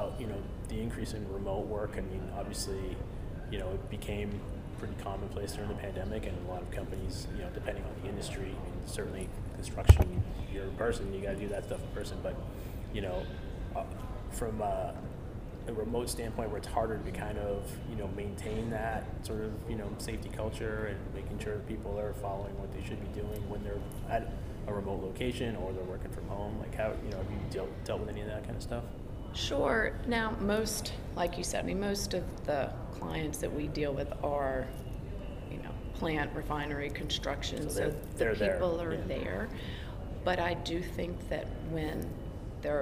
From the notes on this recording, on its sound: This interview was recorded at the NSC Safety Congress in New Orleans in October.